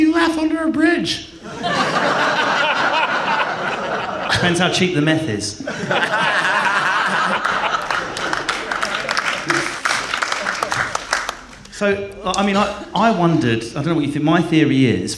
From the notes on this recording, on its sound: Edinburgh Festival Special. Recorded at Edinburgh Festival.